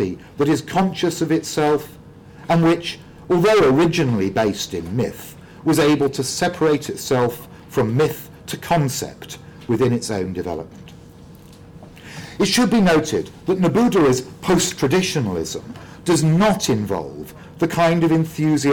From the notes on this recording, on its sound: speaking at the African Athena conference